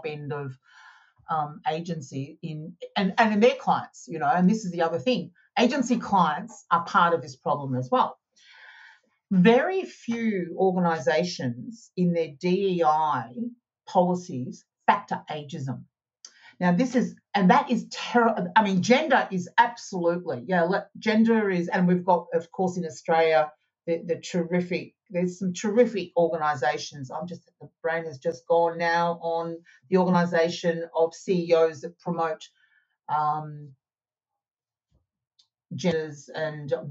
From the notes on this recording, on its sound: Recorded on RiversideFM and edited, mixed and managed by JML Audio.